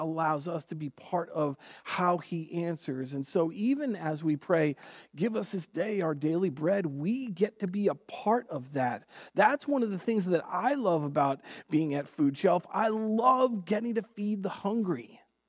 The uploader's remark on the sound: Recorded on June 7th, 2020 at Word of Life Church in Le Sueur, MN. WHOLE SERVICE AUDIO.